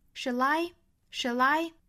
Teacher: 舌侧音 shall 和 I 的连读是 shall I 变成了 lie 的发音